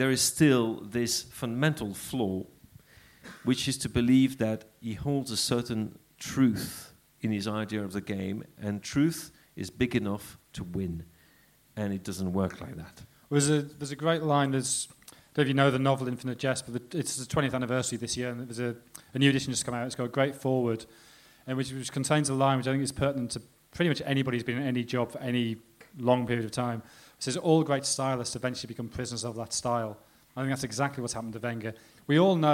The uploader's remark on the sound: The Blizzard live in Dublin. The second half of the Blizzard's live Q&A event held at Dublin's Sugar Club on 3rd March 2016.